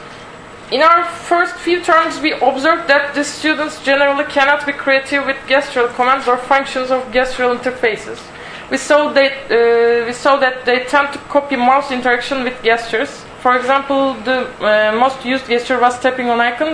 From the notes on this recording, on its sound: Audio from the Design Research Thinking Symposium [DTRS 2012] held at Northumbria University